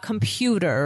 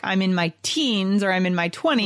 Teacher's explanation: We pronounce the letter T as D with a soft sound. · Shown in: first take · So in this, the tongue lightly touches the roof of the mouth quickly, right?